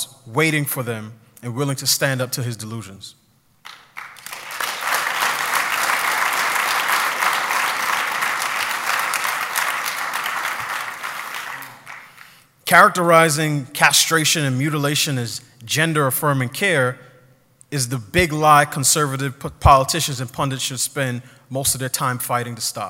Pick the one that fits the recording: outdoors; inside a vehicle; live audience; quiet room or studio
live audience